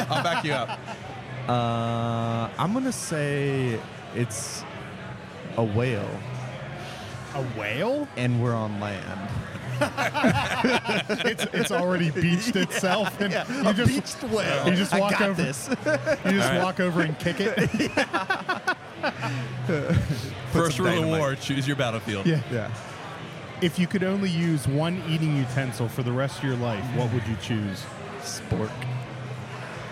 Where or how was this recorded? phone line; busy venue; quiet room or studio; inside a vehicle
busy venue